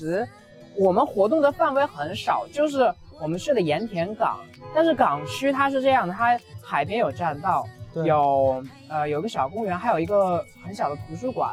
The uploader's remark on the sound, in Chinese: 这是在西安城墙下录制的一期播客